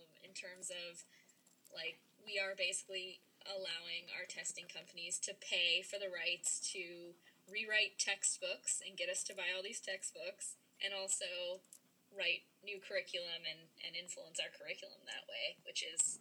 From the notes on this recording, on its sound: We figured out how to podcast from two locations (yay!). We made a rookie mistake and the sound quality is lacking.